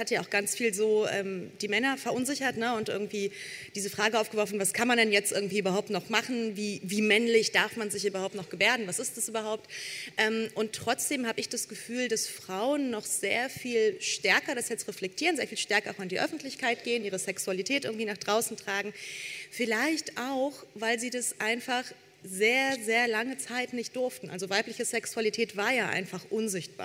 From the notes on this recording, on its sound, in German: Beim Podcastfestival in Hamburg